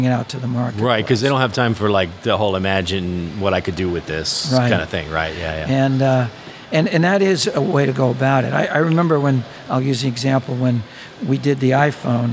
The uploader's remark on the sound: on location at the Oil & Gas IoT conference